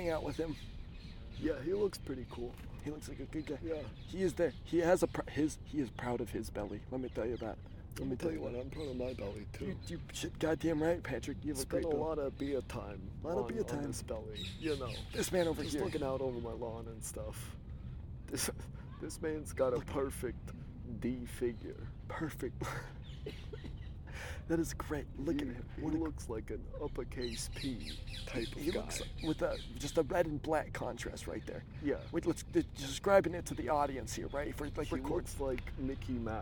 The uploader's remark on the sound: While sitting on a bench in Amsterdam. Pardon the outdoor noise on this outdoor episode.